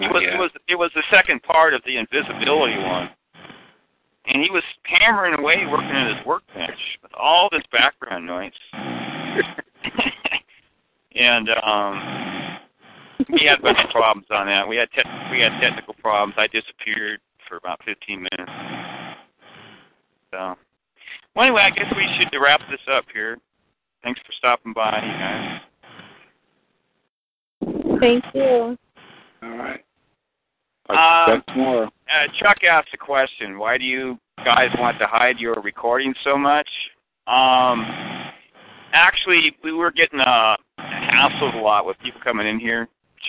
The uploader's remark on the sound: This call was recorded